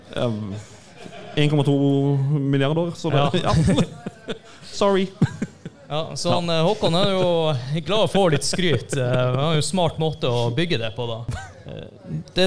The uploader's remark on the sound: TILTcast 3.0 live-show